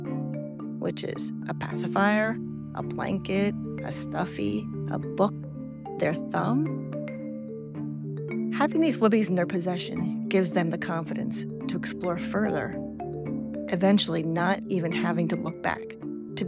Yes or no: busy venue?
no